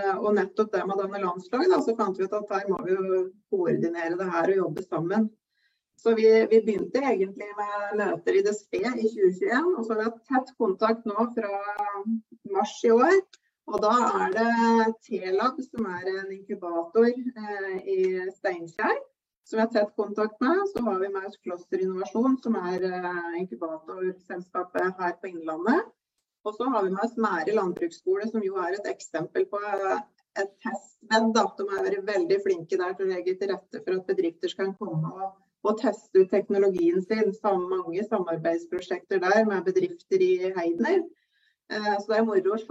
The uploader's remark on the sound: Live Zoom